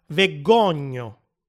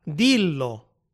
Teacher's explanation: in alcuni gruppi di due consonanti sparisce la prima consonante e si raddoppia la seconda